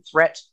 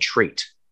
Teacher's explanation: we have a short eh sound like in threat and a long E sound as in treat. And so also we have a T sound on the end.